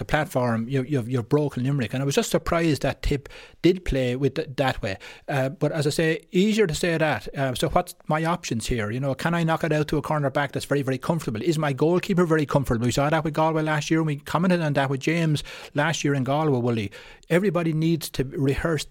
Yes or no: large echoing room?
no